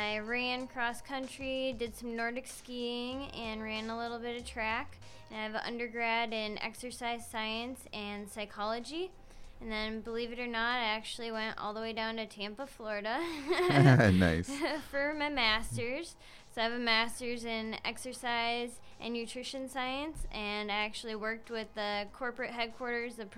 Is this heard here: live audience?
no